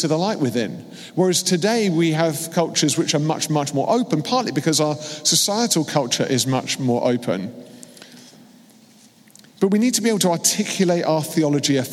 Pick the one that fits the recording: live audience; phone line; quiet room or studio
live audience